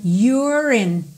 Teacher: Se you contraído com R é your, e o E não é pronunciado, aqui eu vou ligar então o R direto no in